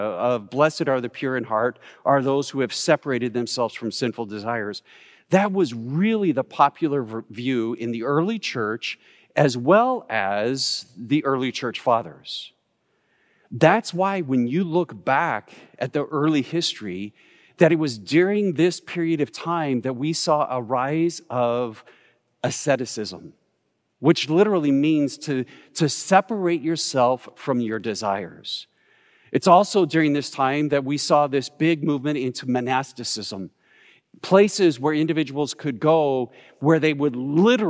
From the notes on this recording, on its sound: Recorded live at Beatitudes Church in Phoenix, AZ